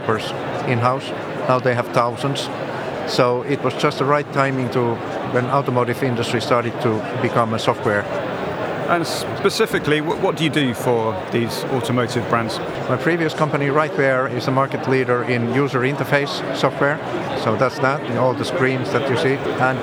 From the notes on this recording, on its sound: The second of three episodes recorded at Slush in Helsinki. We recorded a series of interviews from Remote's booth with a number of the speakers and attendees.